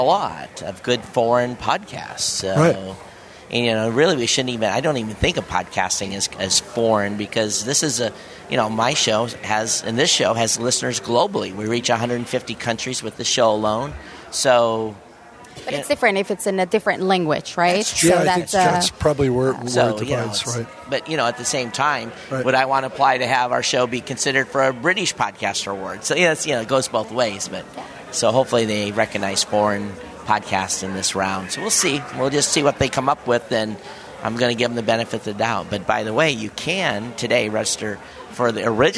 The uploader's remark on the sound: live at Podcast Movement Evolutions